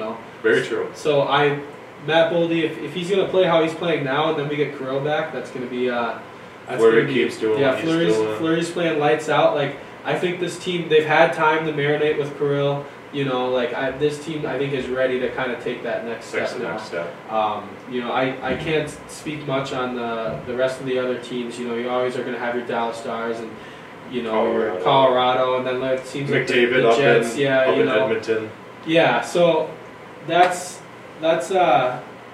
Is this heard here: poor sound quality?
yes